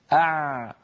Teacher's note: تجدون بأن الصوت لم ينقطع ولكنه في الوقت نفسه لا يجري جريانا بينا · Term: حرف بيني